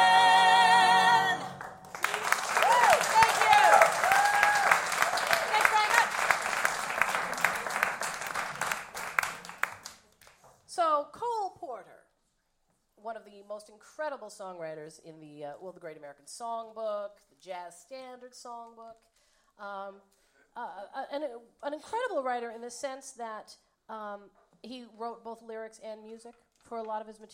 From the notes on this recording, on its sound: Recorded live May 9, 2015